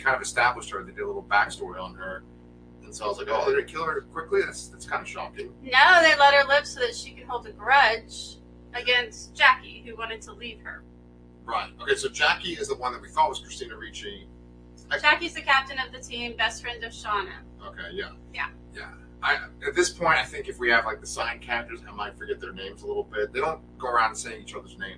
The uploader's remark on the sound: LIVE REVIEW (with added buzzing noise!).